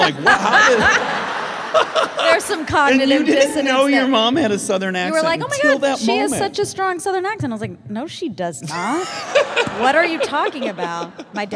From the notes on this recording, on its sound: Live from Portland at the Keller Auditorium.